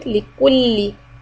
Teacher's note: We want to transition the lips from the round to the flat.